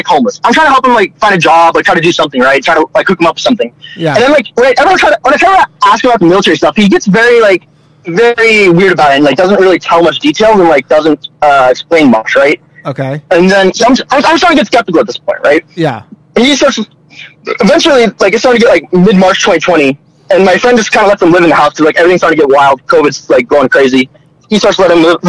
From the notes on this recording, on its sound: call in show